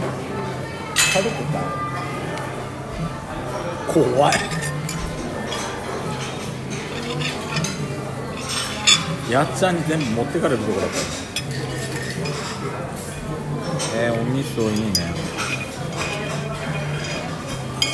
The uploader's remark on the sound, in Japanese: ディナーにて